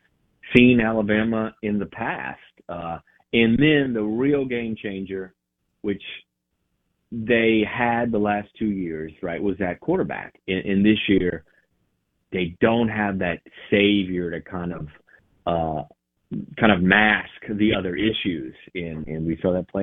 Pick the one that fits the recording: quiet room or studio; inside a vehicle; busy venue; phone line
phone line